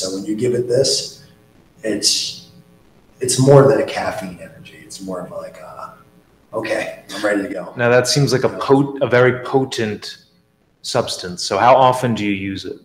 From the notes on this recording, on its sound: Apologies for the sound quality.